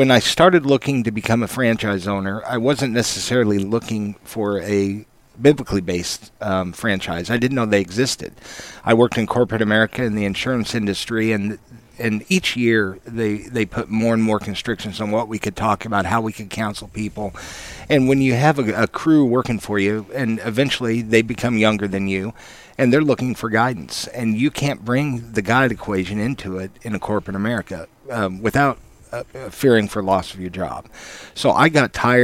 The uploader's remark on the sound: An inspiring time LIVE from the Office Pride ANNUAL RETREAT.